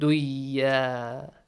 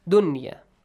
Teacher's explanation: the word dunya is not pronounced duya. The rule idgham is not applied here. · Shown in: second take